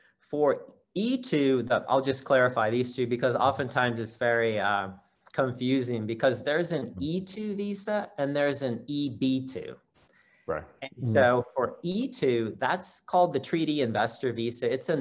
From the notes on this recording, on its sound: For those joining us on Zoom